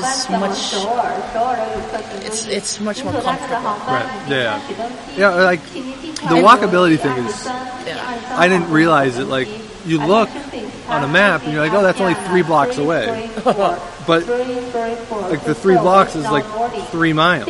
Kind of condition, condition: setting, busy venue